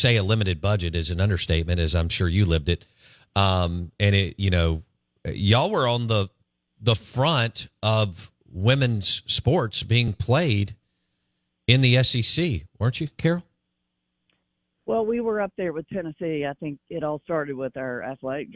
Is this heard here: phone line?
yes